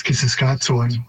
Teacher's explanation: at some point that first syllable, the K, just stopped being pronounced in adapting to English pronunciations